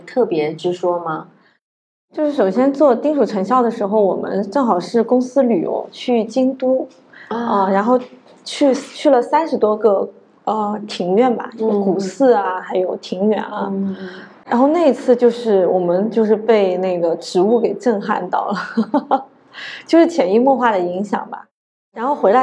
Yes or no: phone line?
no